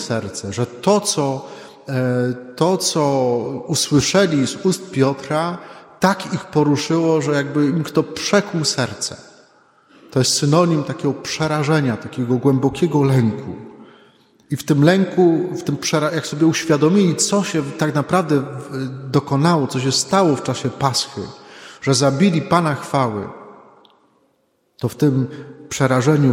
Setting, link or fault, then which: setting, large echoing room